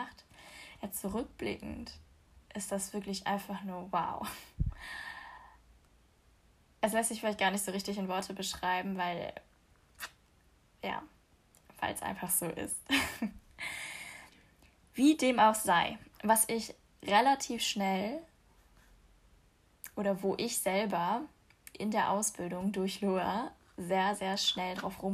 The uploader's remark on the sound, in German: Normalerweise hätte ich die Aufnahme vielleicht nochmal gemacht, weil ich vergessen habe, meine Benachrichtigungen am PC auszuschalten und sie im Hintergrund zu hören sind. Normalerweise hätte ich mir auch vielleicht erstmal ein gescheites Mikrofon besorgt, statt einfach mein Handy für die Aufnahme zu nehmen.